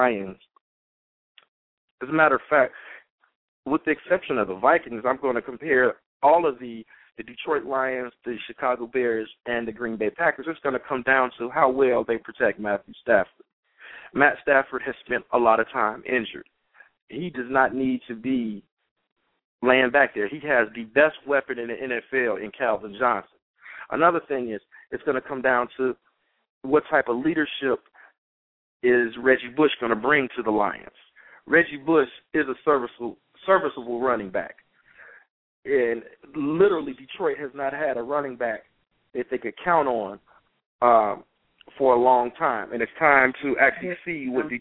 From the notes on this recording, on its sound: We will take opinions of passionate fans as they call in and give the many reasons why their favorite team is a contender for the big game this season.